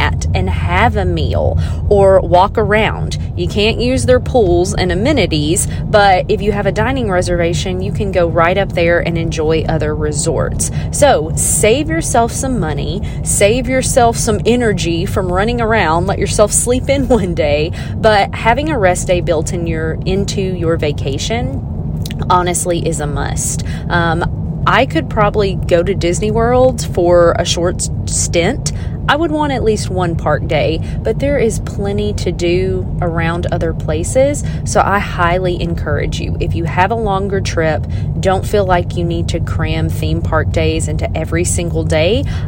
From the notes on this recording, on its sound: This on the go episode is a little chat from my car.